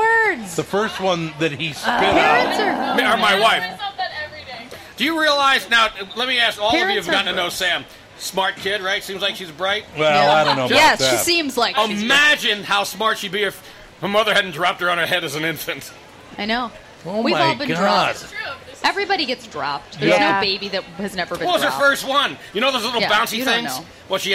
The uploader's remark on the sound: Live at the State Fair. Ten years ago, the family decided to broadcast live from the Minnesota state fair.